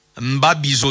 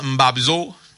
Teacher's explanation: Le son « i » disparaît en milieu de mots · Shown in: second take · Mbabizo devient Mbabzo.